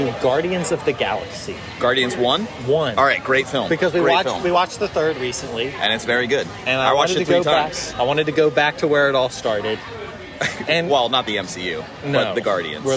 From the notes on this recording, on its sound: Birthday brewery crawl. At each stop we recorded a 5 minute segment with surprise guest.